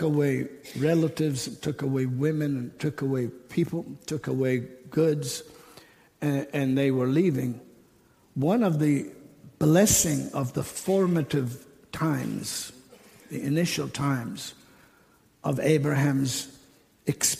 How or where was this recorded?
large echoing room